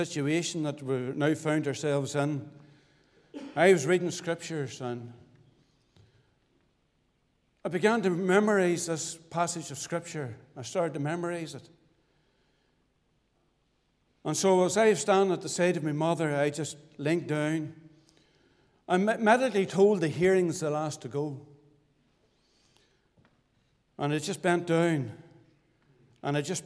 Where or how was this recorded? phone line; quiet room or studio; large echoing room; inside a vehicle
large echoing room